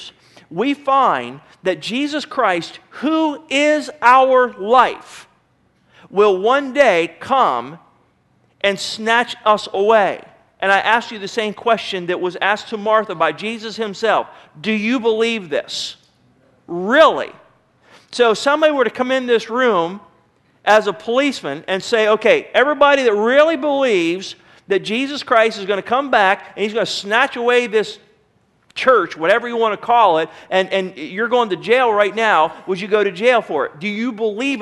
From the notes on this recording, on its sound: Sermon was recorded June 28, 2009 at Northside Baptist Church of Elkhart, Indiana